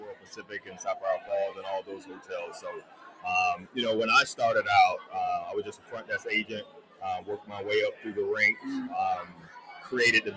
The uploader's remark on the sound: The Pineapple Podcast was on location to gather insight and perspective from our panelist and guest who attended the Rosen Alumni Hospitality Knight